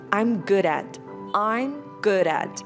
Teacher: Tại vì good, âm đuôi nó là âm d. Và khi nối với chữ at, âm a, thì mình sẽ đọc là good at.